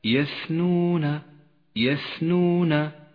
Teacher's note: انتبه لصفة الهمس لحرف الثاء في كلمة يثنون، يثنون، وإلا غدا حرفا ضعيفا.